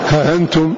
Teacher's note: ولا تنسى أنه من أسهل وسهل أخا حمد، فمع أنه لا يمد لكن أصله قال وسهل أخا حمد. هأنتم يقرأ بالتسهيل من غير مد